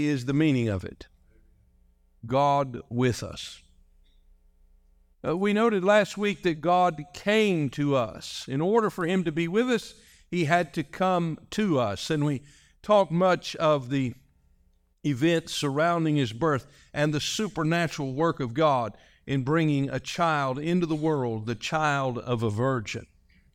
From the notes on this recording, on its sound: This message was delivered on December 10, 2023, during our morning service.